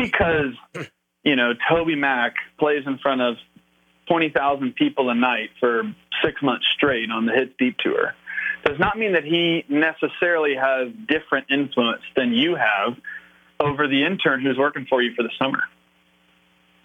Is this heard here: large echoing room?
no